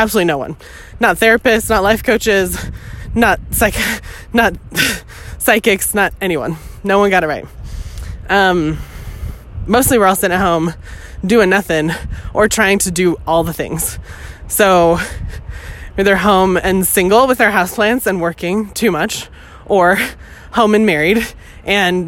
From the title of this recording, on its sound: Walk & Talk